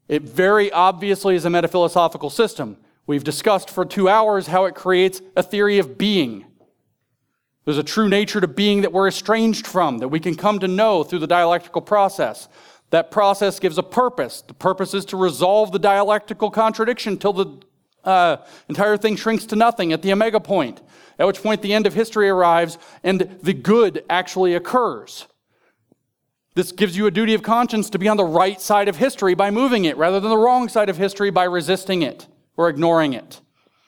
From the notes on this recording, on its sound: In this deep-diving presentation from The Theology of Marxism Conference.